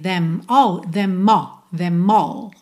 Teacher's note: Them all, junta no M